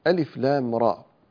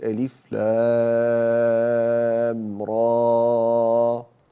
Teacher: راء هذه واحدة من حروف حي طهر فتمدها بمقدار حركتين ولا تمدها بمقدار أزيد من ذلك · Shown in: first take · Term: المد الطبيعي